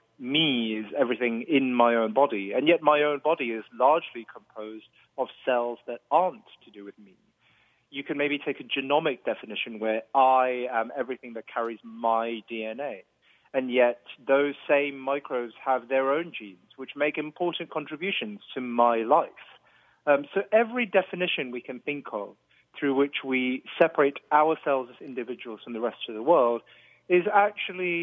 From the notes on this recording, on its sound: full phone interview